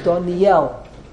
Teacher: So, therefore, the correct pronunciation is Doniel. Doniel, the emphasis is on the Yud.